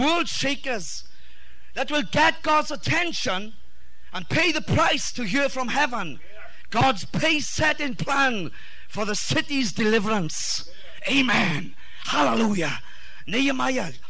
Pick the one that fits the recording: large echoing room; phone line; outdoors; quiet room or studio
large echoing room